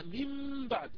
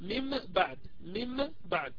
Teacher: لأن المخرج انطبق انطباقة واحدة عن ميم وانفرج عن باء، يعني انطباقة واحدة للشفتين فقط، يعني خرج منها الميم ثم فرجت الشفتين وخرجت عند الباء · Shown in: first take · Term: ميم مخفاة